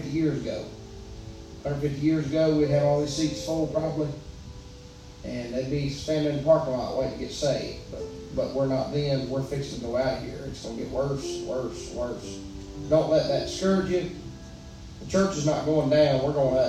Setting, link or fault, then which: setting, large echoing room